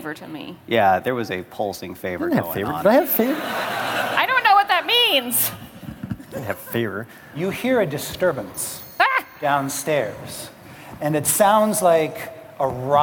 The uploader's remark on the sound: Live from the Glitch Stage at TwitchCon 2018